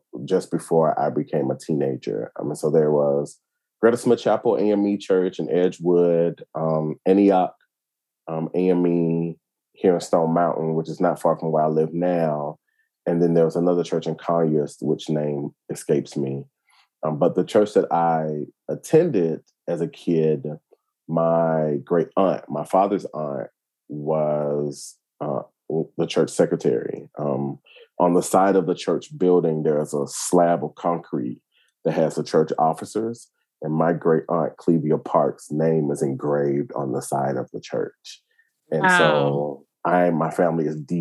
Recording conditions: video call